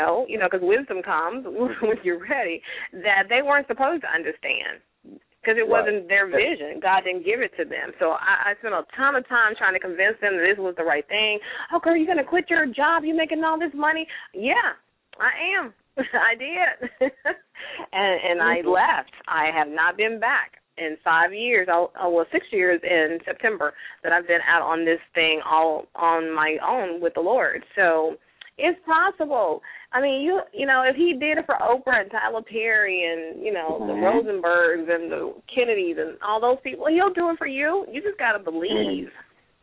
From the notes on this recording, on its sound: Today we are opening the phone lines for our listeners to be our guest and decide our topics!!! LML uses a progressive live call in format.